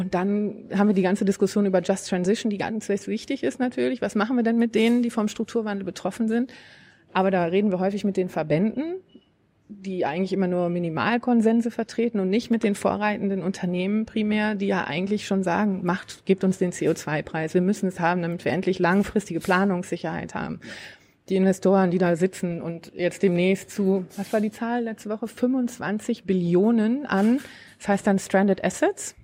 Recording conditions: busy venue